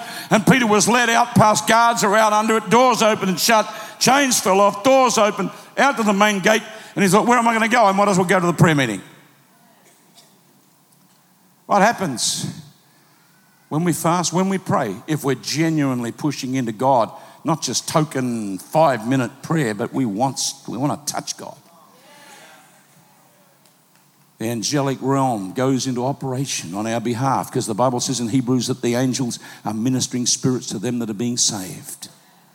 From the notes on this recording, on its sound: Recorded live at PlanetShakers Church.